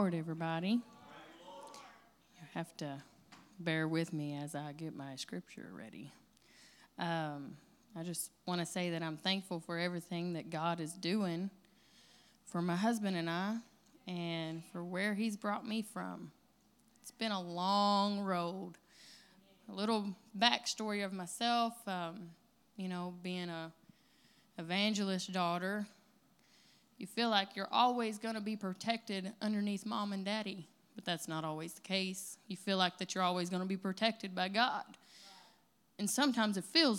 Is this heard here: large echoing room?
yes